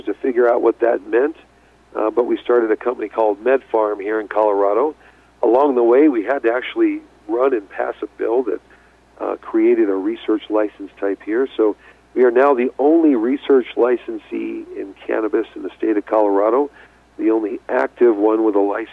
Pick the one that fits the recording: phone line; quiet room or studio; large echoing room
phone line